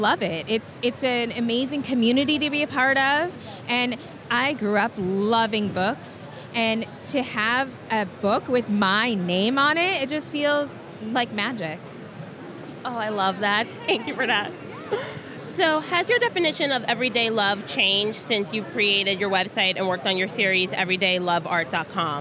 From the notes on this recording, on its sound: at New York City Comic Con 2017